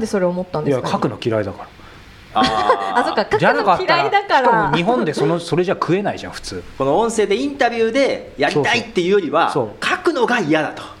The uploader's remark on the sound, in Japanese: 初の公開収録